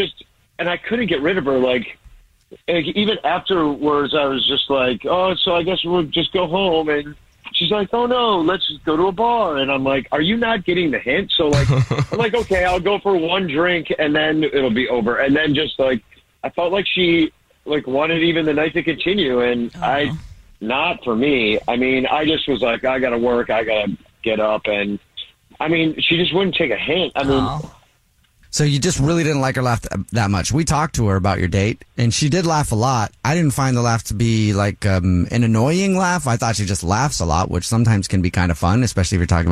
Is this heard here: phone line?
yes